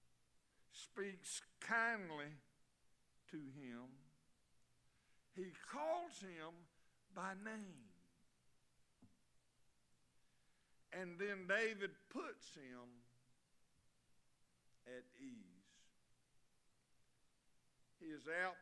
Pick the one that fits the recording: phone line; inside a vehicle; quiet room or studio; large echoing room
large echoing room